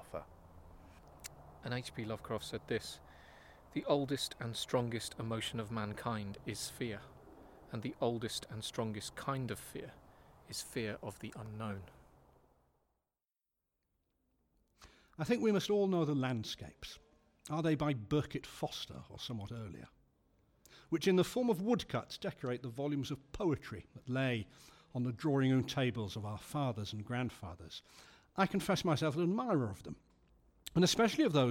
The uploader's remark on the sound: Recorded in Cambridge at Mill Road Cemetery and the 12th century Leper Chapel of St Mary Magdalene